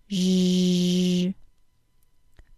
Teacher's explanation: let's turn the SH sound into a ZH sound by activating our vocal cords deep in our throat. It sounds like zh.